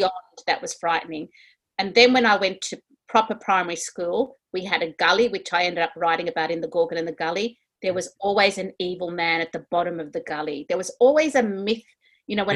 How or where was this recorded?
video call